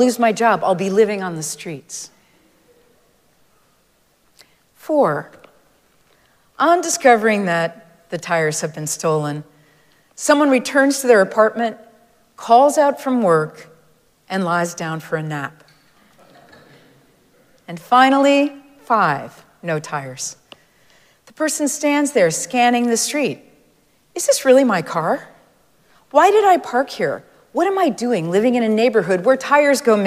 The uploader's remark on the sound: Recorded live at Arlington Street Church